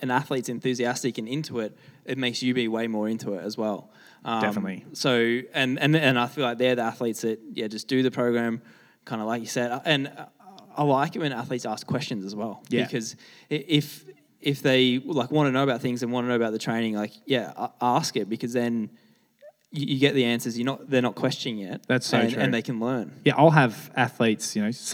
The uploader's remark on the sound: For The Kudos records their debut live show out of Up There Athletics in Flinders Lane, Melbourne. Swap their studio mics for the hand-held variety to navigate their usual FTK program in front of a live audience.